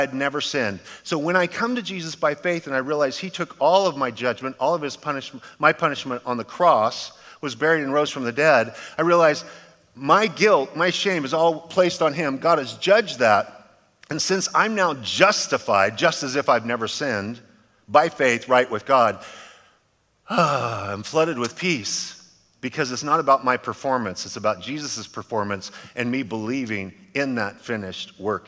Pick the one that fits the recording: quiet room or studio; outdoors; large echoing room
large echoing room